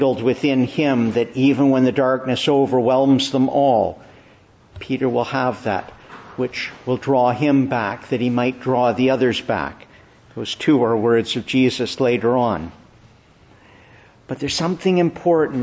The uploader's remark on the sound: Preached in the Church of the Annunciation, Ottawa